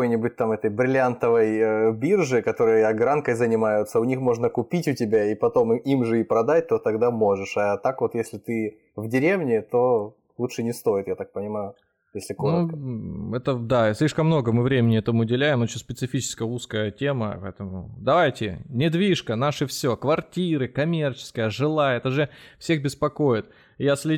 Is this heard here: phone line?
no